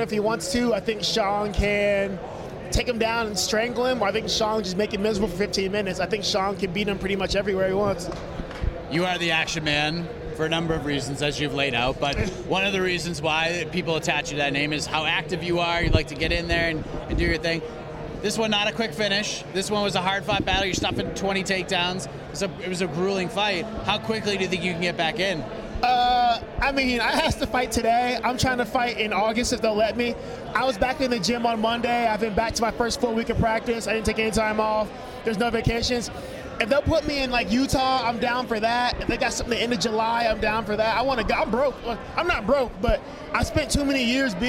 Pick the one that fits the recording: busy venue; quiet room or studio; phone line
busy venue